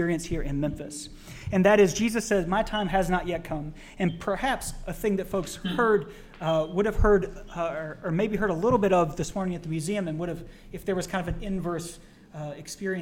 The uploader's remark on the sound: TVP Live in Memphis! Recording on the road is hard. Nevertheless we persisted to bring you a podcast of suboptimal quality in production. We were live at the Lutheran Student Movement Gathering in Memphis.